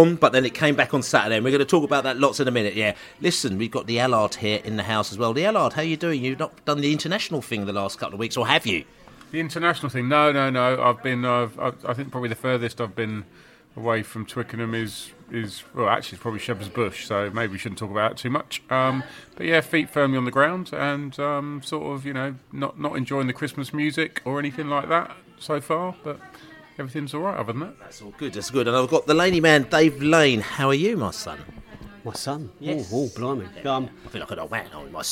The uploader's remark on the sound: Hull City pre-match podcast from the pub